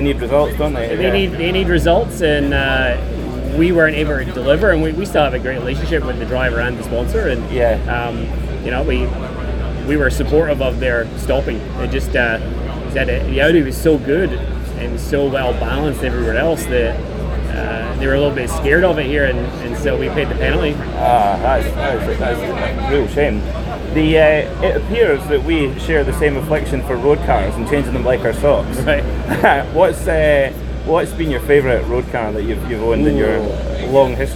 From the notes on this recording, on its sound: Live from Daytona. Sits down outside the Starworks motorsports trailer in the Daytona paddock.